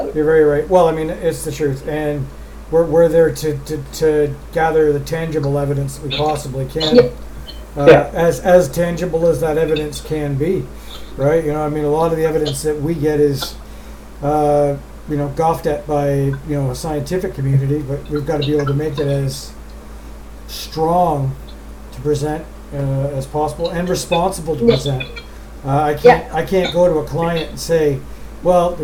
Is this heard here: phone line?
no